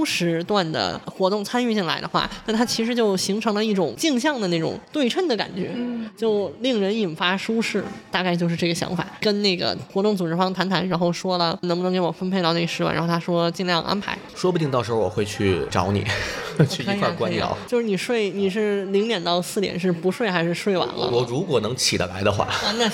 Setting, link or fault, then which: setting, busy venue